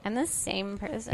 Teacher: It's a little bit like Alan Rickman, except you're vocal frying it in the throat instead of the nose.